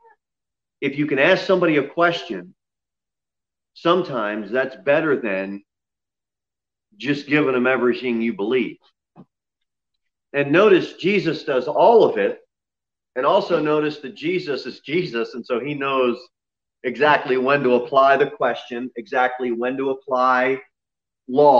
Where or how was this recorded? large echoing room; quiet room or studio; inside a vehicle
large echoing room